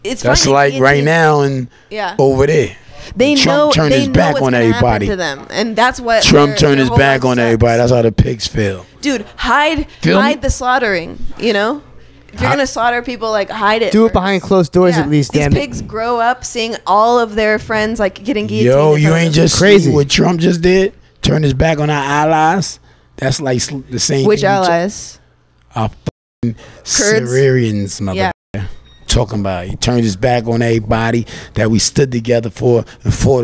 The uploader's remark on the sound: In honor of the newly created soul food restaurant Soul Exchange Bistro 2 we decided to set up shop for a live broadcast.